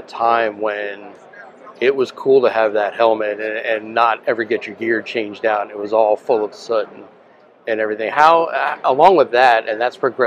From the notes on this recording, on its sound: Here, we hit the road and have conversations. On location at Firehouse Expo in Columbus, Ohio.